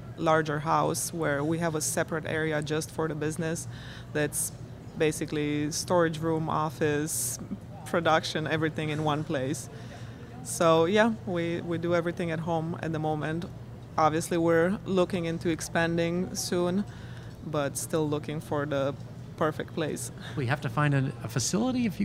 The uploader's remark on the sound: Out to Lunch is recorded live over lunch at NOLA Pizza in the NOLA Brewing Taproom .